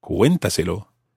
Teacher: There's an accent on the E of cuéntaselo. Because, of course, we need to keep the stress on that syllable, cuenta. We couldn't say cuéntaselo or cuéntaselo or anything like that.